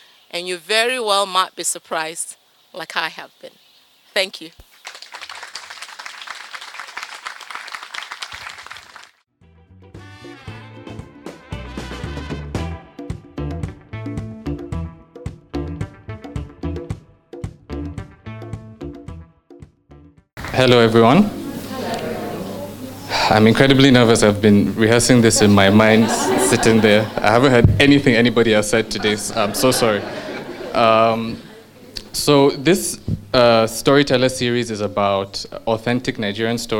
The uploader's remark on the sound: A story from our Truth and Consequences live show on choices, and a story from our Journeys live show.